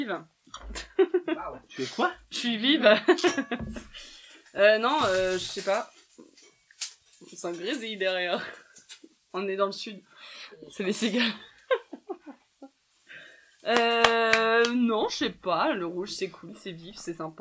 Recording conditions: poor sound quality